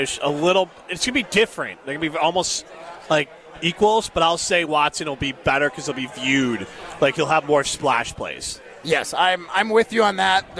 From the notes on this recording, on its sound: live from the inaugural ESPN Madison Open!